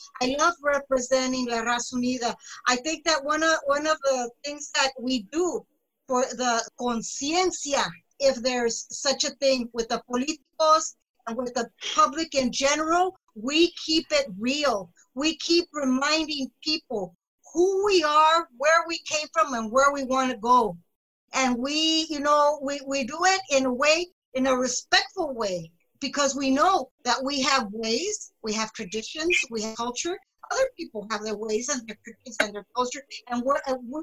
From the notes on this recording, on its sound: This special episode of The Reality Dysfunction was recorded April 23, 2020, in a Zoom/Facebook live webinar hosted by Mexicanos 2070